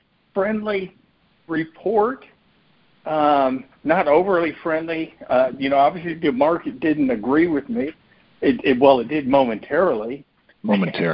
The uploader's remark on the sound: May 2023 Monthly Cotton Conference Call.